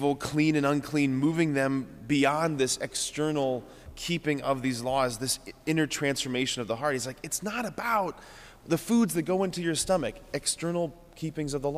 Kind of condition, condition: setting, large echoing room